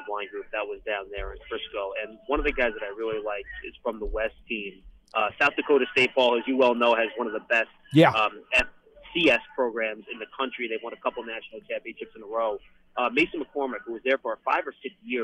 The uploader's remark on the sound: take calls from fans